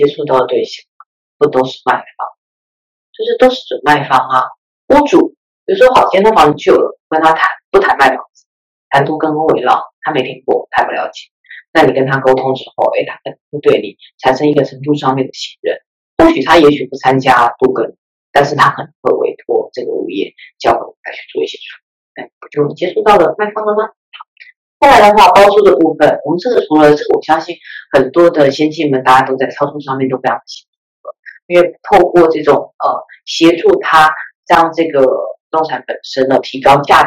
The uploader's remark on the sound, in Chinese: 本集的原始檔案音質就不是太好，我們盡力調整了，用耳機聽應該還ok啦！